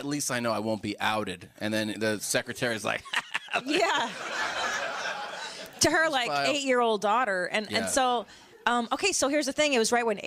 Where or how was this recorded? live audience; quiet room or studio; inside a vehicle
live audience